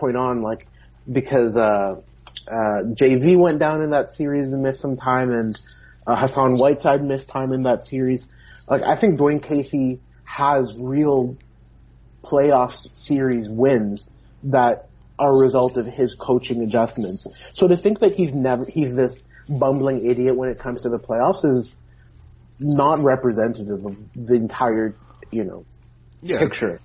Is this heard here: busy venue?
no